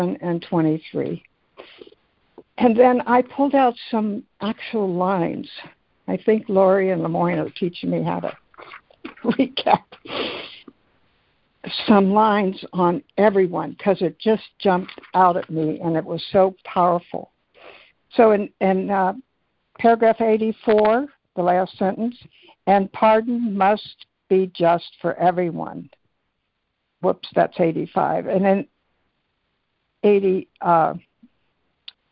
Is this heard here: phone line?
yes